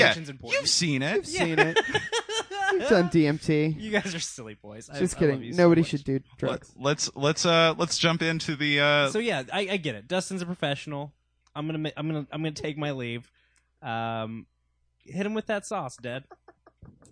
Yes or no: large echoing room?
no